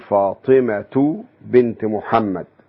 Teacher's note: هذه الهاء بتتحول إلى تاء عند الإضافة